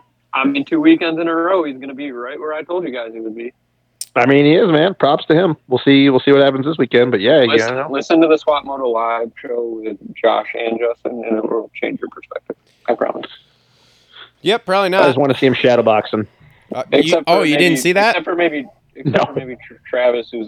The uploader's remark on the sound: get on the phone